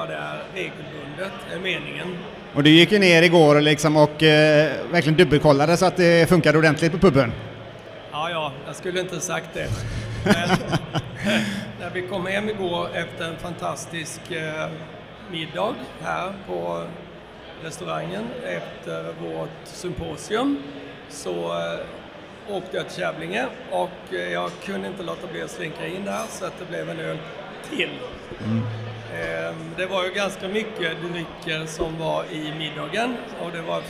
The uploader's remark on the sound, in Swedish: Intervjuer från GSBF. För de som eventuellt missat det så var Hantverksbira på Great Swedish Beer Festival i Malmö i oktober.